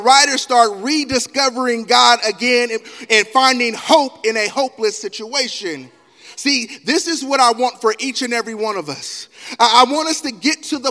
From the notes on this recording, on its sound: Elk Grove. Live Recording: 2/25/2024 - 10:30am Service.